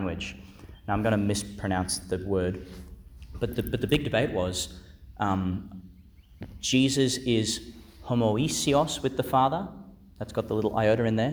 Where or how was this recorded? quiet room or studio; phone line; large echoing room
large echoing room